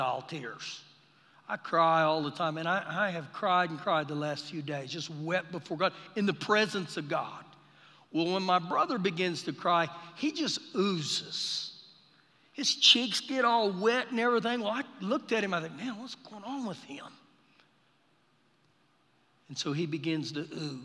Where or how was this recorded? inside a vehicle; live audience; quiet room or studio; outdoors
live audience